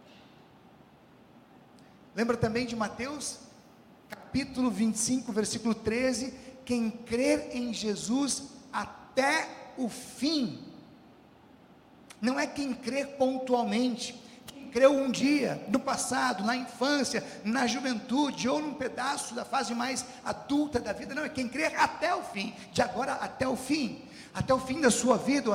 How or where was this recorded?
large echoing room